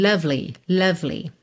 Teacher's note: Essa nota se alonga bastante tempo. E atenção com esse lovely, que você vai do V direto pro L.